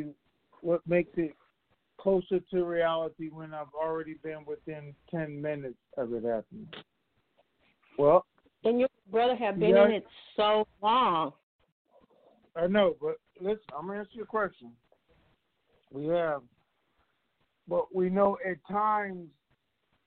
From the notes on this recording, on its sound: TNTSuperfantastic Conference Call.